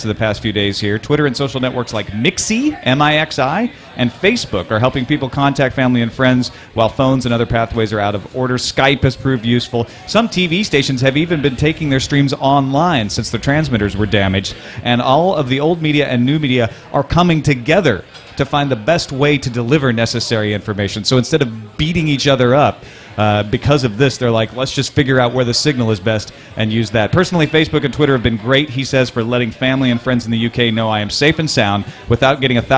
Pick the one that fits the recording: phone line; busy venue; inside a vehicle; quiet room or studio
busy venue